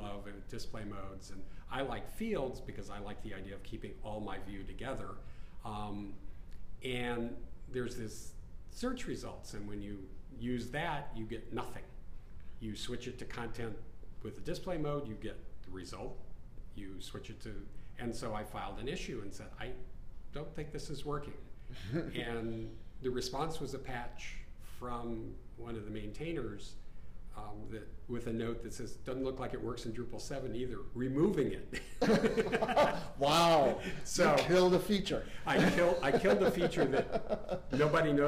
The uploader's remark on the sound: Live from GovCon 2016. Live from Drupal GovCon 2016!